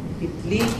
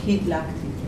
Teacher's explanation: There is long E that turns into A in Hebrew.